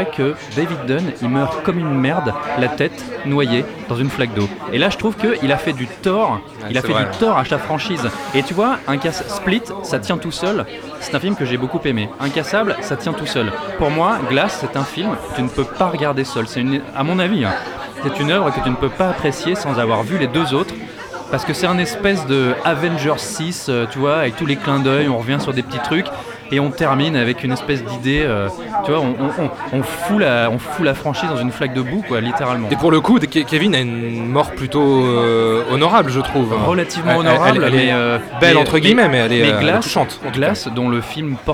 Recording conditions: busy venue